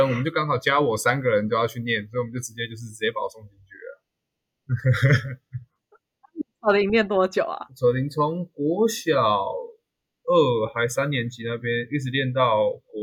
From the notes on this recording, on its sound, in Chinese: 跨海錄音新手！音質有緣再精進！